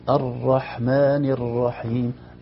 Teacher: الراء فيها تكرار فعلا، فيها ارتعادة خفيفة في طرف الراء · Term: تكرار خفيف